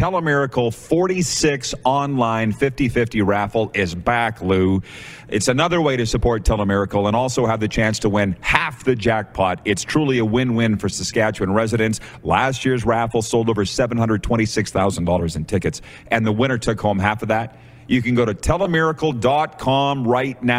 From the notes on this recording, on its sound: Live from Grey Eagle Resort and Casino in Calgary, Alberta